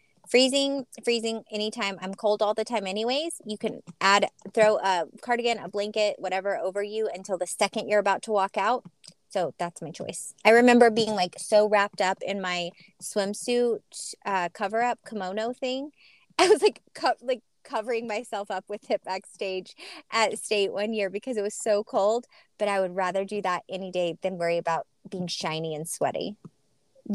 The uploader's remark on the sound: Was in the car for this one, so it’s raw and real, but so much fun!